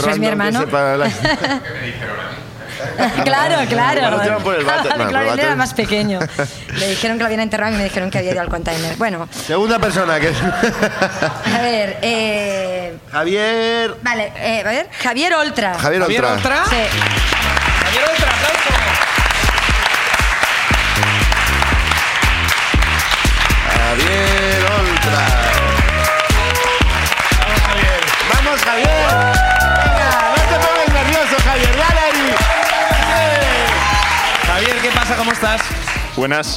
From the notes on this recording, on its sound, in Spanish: Nos pone un audio de whatsapp contando el horror que sucedió en su casa. El público sube a compartir historias.